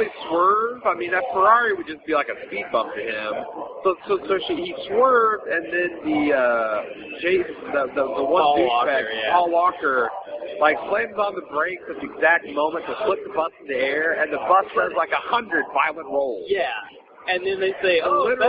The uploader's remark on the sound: The audio quality is a little off since we recorded this on my blackberry sitting on a table during game four of the Bulls/ATL playoff series, but it's easy to understand.